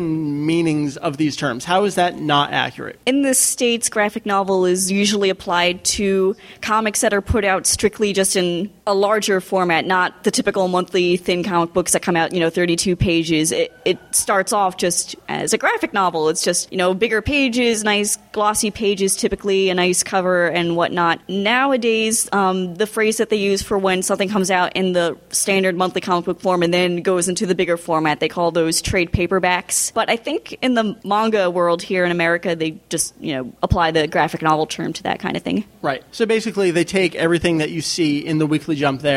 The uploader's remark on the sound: Record live from MangaNEXT 2007. During our panel ("DragonBall Manga: A History").